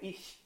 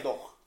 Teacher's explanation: vengono selezionati dalla vocale che c'è prima, I più palatale, doch più velare